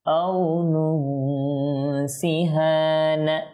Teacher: এই নুন সাকিন দেখুন এখানে ইখফা হয়েছে, সেজন্য আমরা ইখফা করছি